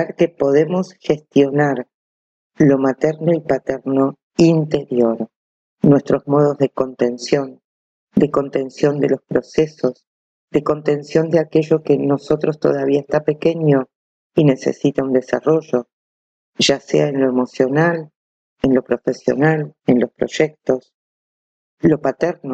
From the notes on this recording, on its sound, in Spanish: Ante todo un LO SIENTO gigante, audio muy sucio. Elegí publicar igualmente, no llegamos a tiempo para regrabar.